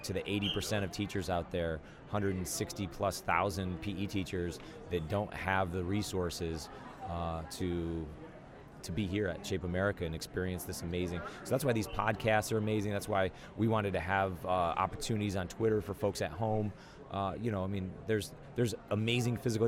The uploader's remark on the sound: Live from SHAPE Nashville Day 3